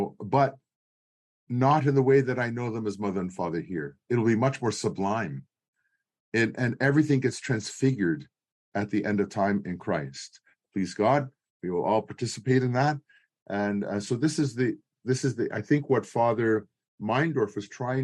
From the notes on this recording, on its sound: This is a recording of the eighth webinar in the Becoming Byzantine series